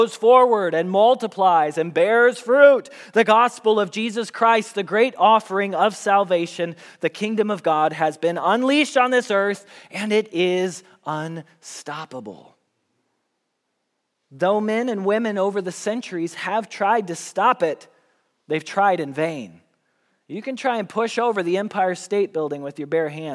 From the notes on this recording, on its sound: Message Preached at Valley Creek Church